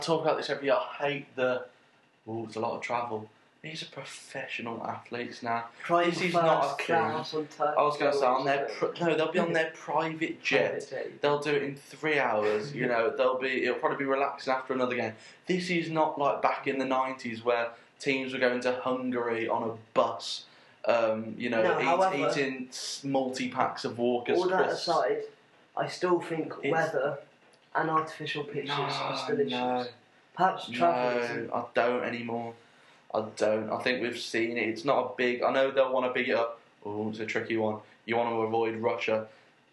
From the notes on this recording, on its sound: left the mic at home so we apologise for the sound quality of this one and the brief interlude at 26 mins where the track breaks up.